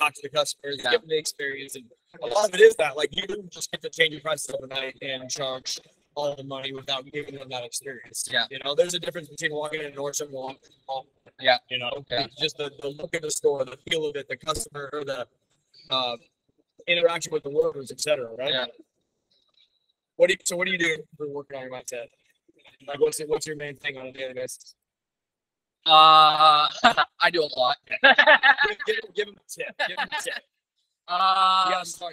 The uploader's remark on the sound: MTE Radio Row Recording. The audio won't be as good as normal because it takes places during the show. We had multiple different guests.